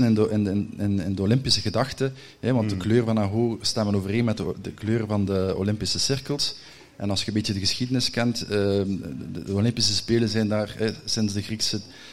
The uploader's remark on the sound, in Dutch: live op TimTom Festival'23